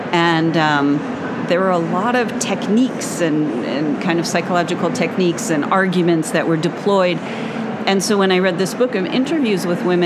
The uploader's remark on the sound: LIVE from the ALA 2023 show floor